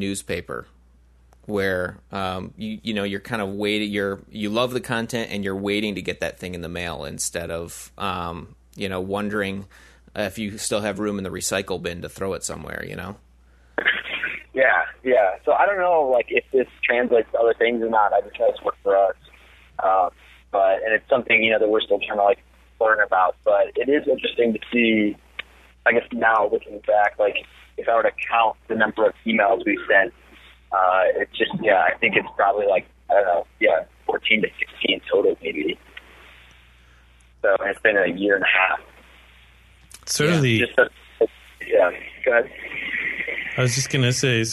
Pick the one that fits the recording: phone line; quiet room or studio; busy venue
phone line